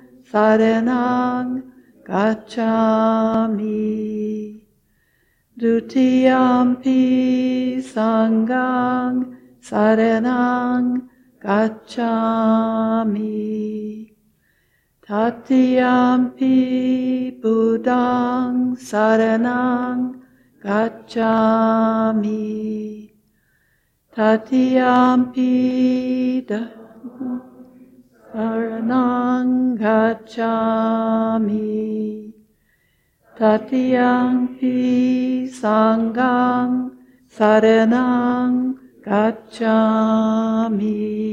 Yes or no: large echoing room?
yes